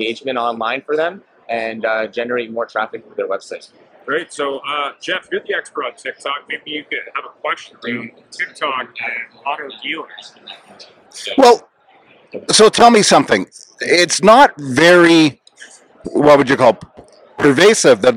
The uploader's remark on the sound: interview "Live" from NADA 2024.